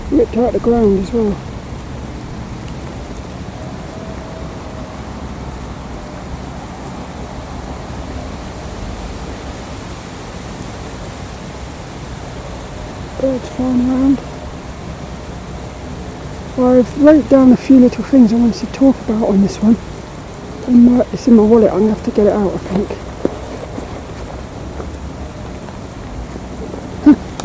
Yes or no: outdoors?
yes